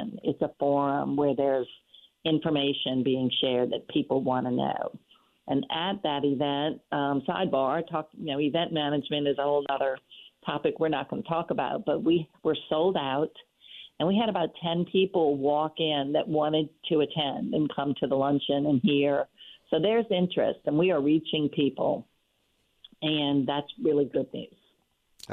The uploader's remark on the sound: WWL Listeners from the Northshore call